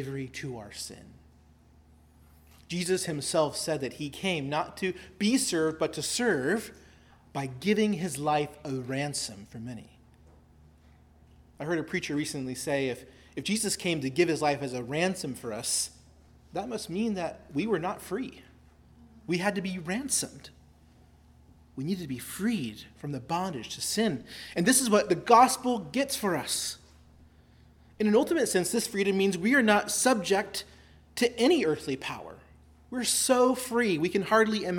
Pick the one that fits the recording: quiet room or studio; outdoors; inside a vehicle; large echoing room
large echoing room